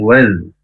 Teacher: langsung masuk ke huruf zal sukun dan wawunya tidak usah panjang